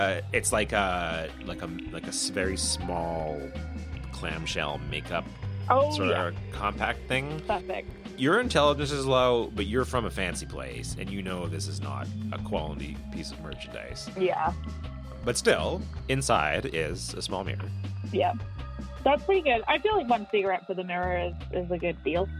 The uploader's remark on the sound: Is a 1-on-1 1970s D&D style roleplaying game played over the telephone.